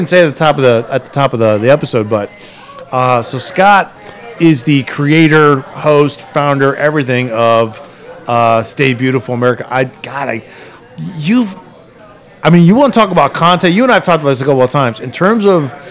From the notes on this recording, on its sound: Recorded at Bookhouse Brewing.